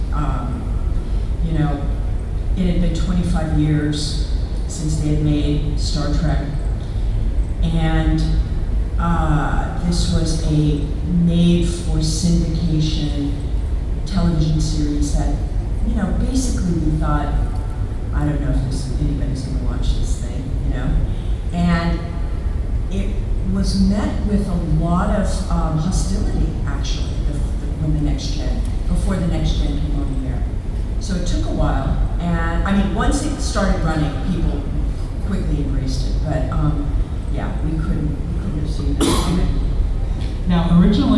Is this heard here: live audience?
yes